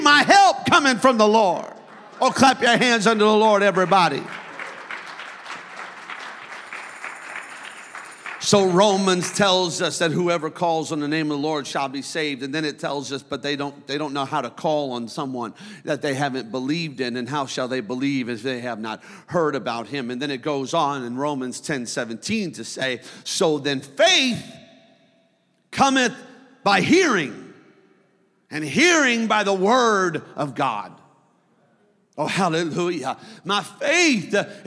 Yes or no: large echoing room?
yes